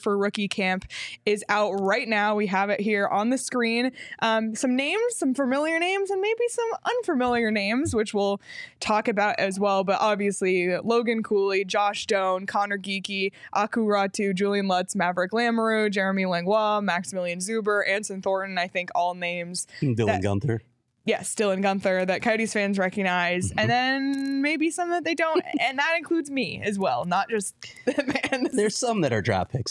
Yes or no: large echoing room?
no